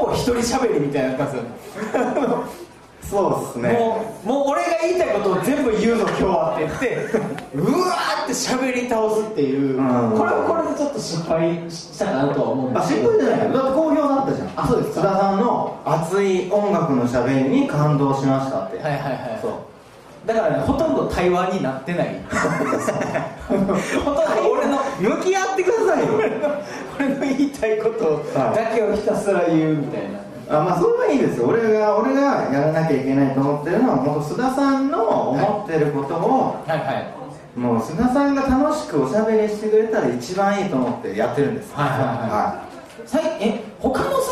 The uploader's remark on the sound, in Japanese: 心斎橋イーエで開催されたイベント「バーニンクリスマス2023」の音声です